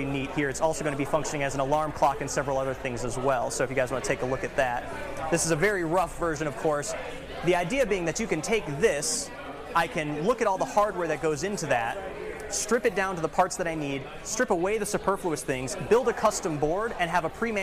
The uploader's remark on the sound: This recording is from a business networking event I hosted and produced a few years back.